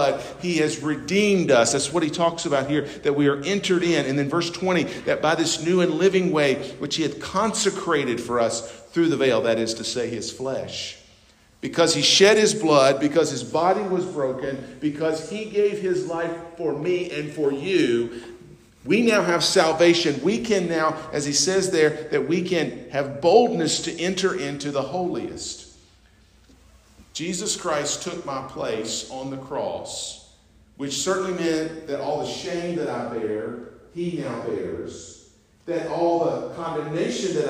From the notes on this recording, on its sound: North Beaver Baptist, West Jefferson, NC. At North Beaver Baptist’s homecoming service.